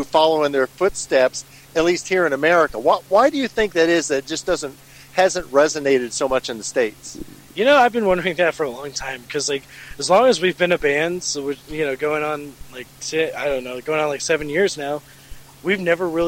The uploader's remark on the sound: interview recorded at the 2018 Shred Fest in Murfreesboro TN!